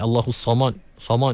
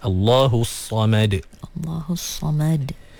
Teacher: Sebab sad dia tebal. Mim kena nipis. · Shown in: second take